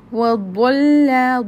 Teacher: Dwad is heavy. Lam is light. But we will join dwad with lam as lam has tajdeed on it.